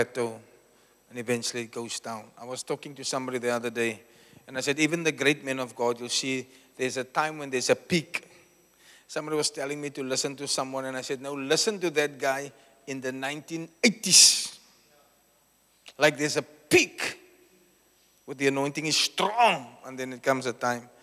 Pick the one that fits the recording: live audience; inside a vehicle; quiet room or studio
live audience